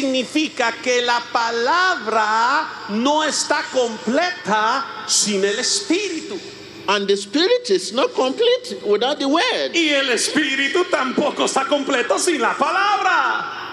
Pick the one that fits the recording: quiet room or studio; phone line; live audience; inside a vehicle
live audience